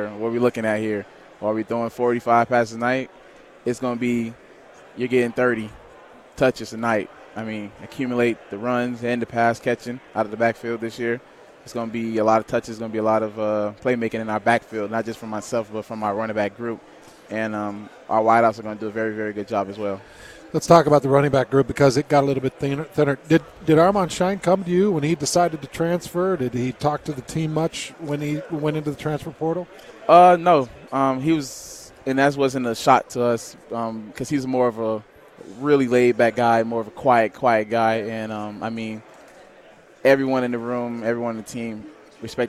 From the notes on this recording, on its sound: live from Pac-12 Media Day